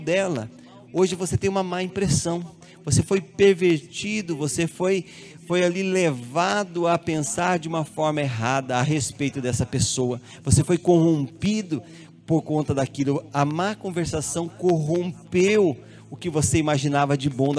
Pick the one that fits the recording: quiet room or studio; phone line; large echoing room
large echoing room